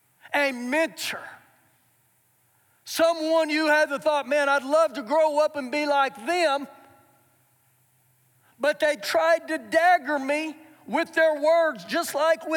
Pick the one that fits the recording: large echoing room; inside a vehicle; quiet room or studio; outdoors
large echoing room